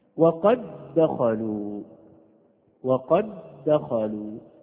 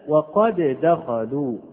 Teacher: فلو مثال، ففي هذا المثال الذي هو عندنا، وقد دخلوا، وقد دخلوا، لاحظنا أن اللسان ارتفع ارتفاعة واحدة · Shown in: first take · Term: إدغام المثلين الصغير